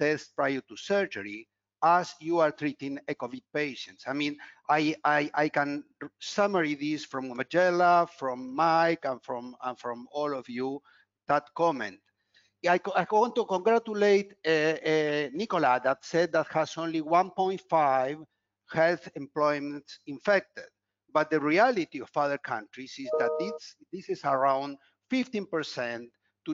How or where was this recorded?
video call